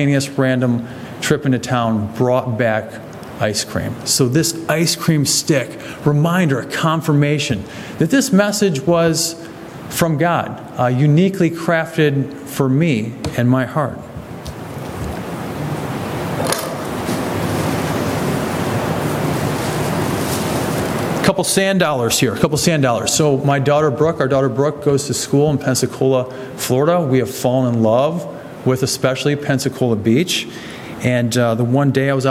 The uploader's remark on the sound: sermon from August 13, 2023 at the Clarence Church of Christ, Clarence, NY